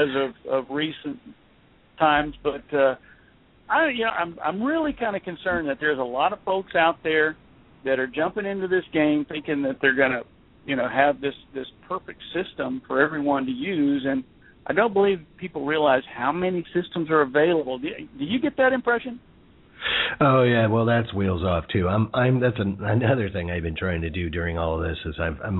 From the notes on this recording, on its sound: calling in live from a firefighting exercise